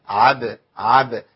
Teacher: الباء هنا في ادنى مراتب القلقله، يعني ايه اضعفها